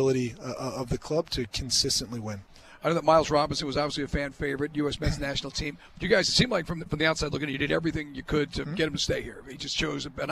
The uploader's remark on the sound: Joins the guys LIVE at the Benz.